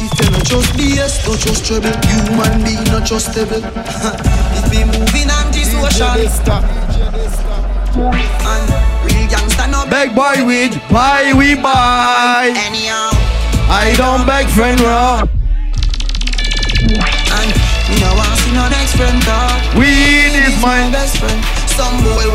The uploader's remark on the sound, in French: TWENTY MIX LIVE. Un petit extrait de la Tropical Storm qui a lieu un jeudi sur deux au Twenty One Sound Bar à Paris.